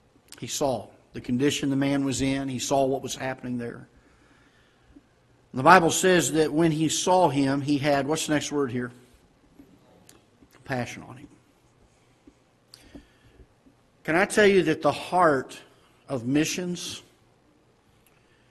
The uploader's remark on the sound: Ketha Heights Baptist Church ~ Live Broadcast